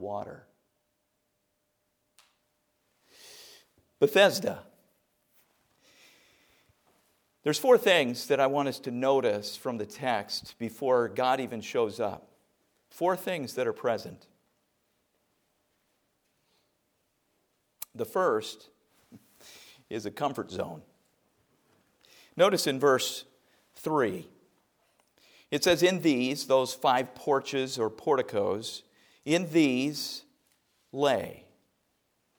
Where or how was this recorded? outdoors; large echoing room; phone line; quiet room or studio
large echoing room